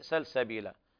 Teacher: في رواية ورش نقرأها بالتقليل تسمى سلسبيلا، فألف طبعا تقلب تكون قريبة إلى الياء بالتقليل المرتبة التي بين الفتح والإمالة في رواية ورش عن نافع.